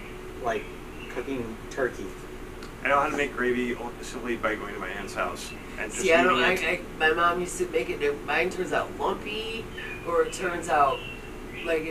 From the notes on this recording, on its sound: WARNING: Recorded outside with a field recorder. Quality is substandard. All the Fucking birds in Michigan.